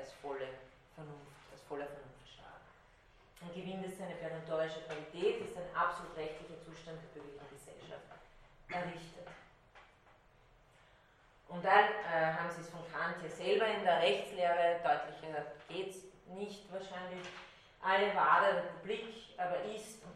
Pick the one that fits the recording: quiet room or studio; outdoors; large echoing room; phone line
large echoing room